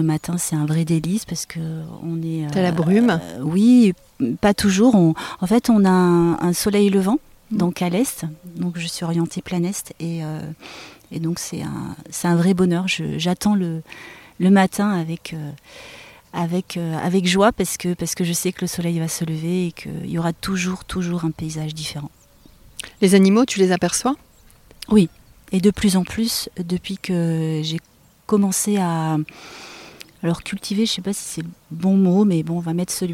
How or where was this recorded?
outdoors